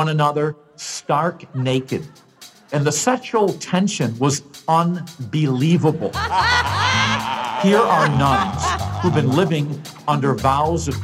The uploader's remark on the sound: Live from Portland at the Keller Auditorium.